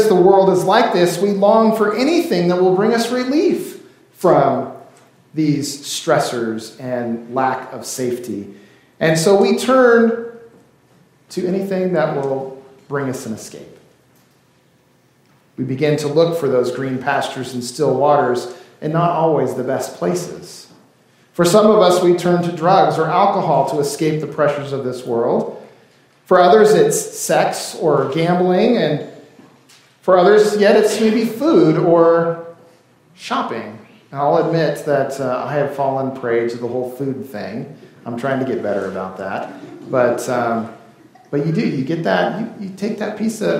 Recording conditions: large echoing room